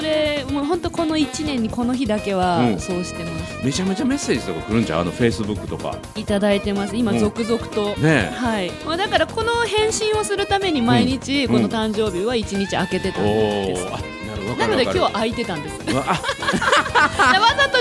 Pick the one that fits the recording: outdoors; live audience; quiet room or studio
live audience